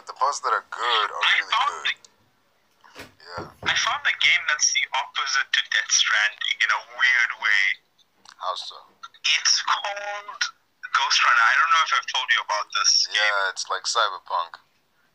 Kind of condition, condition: link, phone line